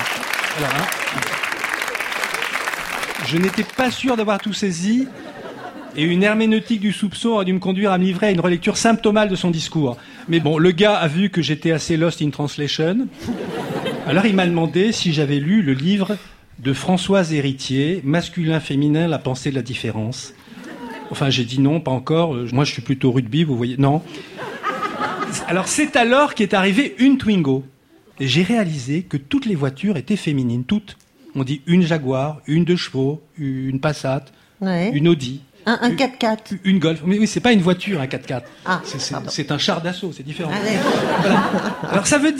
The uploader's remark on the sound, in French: La récré littéraire enregistrée en public. Au studio 105 de la Maison de la radio.